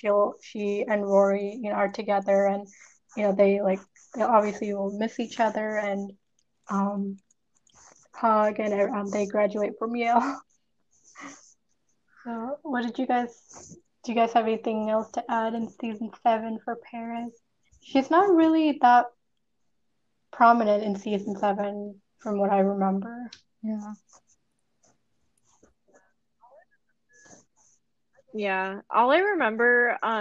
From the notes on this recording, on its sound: We're experiencing audio issues in the background of this episode